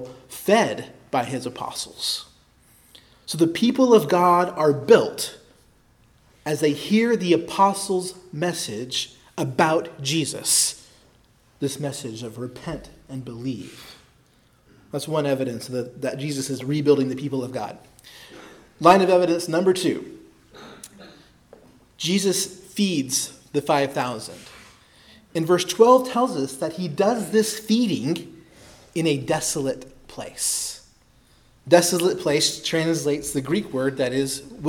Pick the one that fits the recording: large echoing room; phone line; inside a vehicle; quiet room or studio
large echoing room